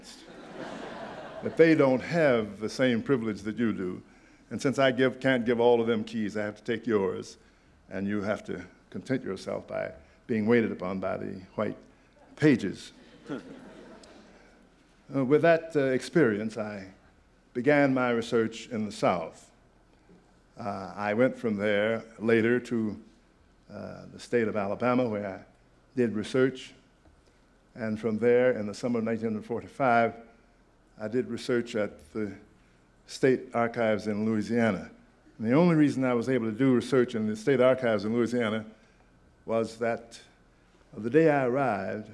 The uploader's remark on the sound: This podcast was recorded at the Academy of Achievement's 1996 Summit in Sun Valley, Idaho